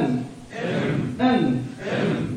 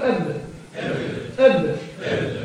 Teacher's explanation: عندما نقول ان بهذا الشكل، بالتالي لما تكون حاله وصف القارئ عليه ان يعطي حق الباء باطلاق الشفتين، باطلاق الشفه العليا على الشفه السفلى، ويعطي حق الميم بضم الشفتين للداخل · Shown in: first take